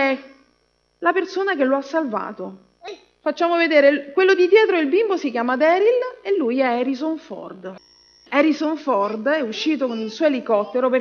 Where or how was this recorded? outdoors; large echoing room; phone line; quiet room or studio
large echoing room